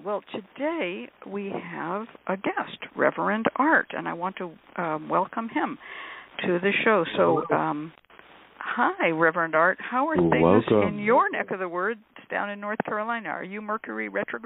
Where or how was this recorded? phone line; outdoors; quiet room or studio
phone line